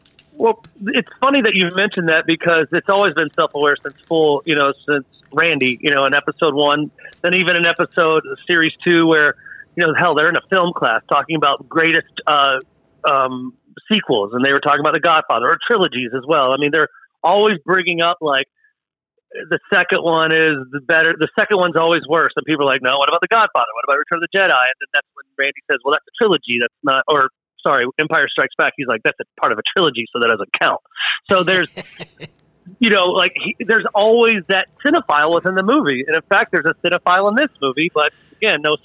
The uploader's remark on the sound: Test and make sure we can take phone calls. Called in from the SlashU East Campus.